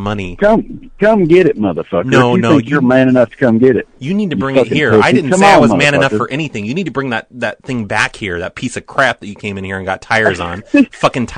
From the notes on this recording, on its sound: Prank Phone Calls